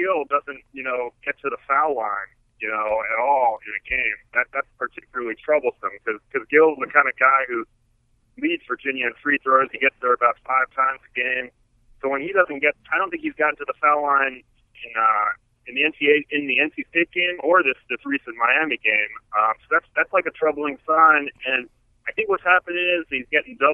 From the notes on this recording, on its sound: joins us by phone